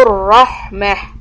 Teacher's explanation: تا مربوطة becomes ها sound in the end.